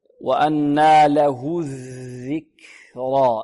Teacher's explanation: الذال هنا ماذا؟ معجمة تخرج من طرف منتهى طرف اللسان مع منتهى طرف الثنايا العليا. وأن له الذكرى، الكاف مهموسة، الذكرى، ذكرى.